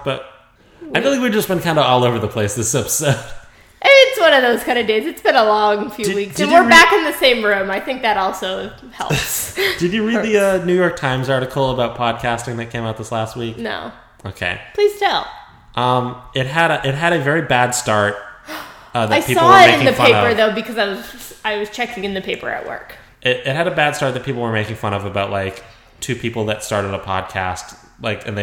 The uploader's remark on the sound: Sorry the audio is super echo-ey in this episode!